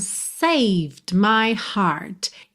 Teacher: Esse D some, então é como se você pronunciasse o save mesmo. O E final não é pronunciado, do V você já vai para o M de my.